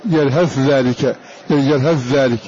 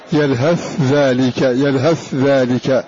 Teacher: فتضغم الثاء في الذال فلا تظهر هذه الثاء · Shown in: first take · Term: إضغام الثاء في الذال